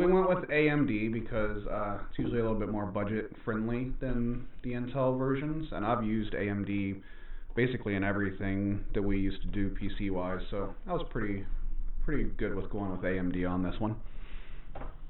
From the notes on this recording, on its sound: Side note, this episode sounds like crap.